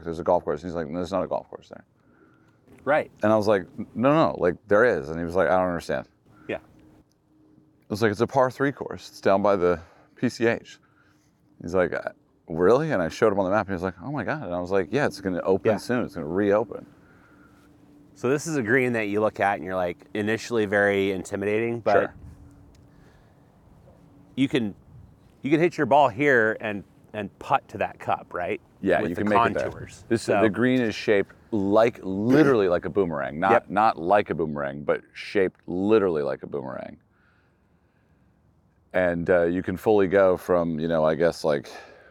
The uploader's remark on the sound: a first ever live interview at Golden Gate Park Golf Course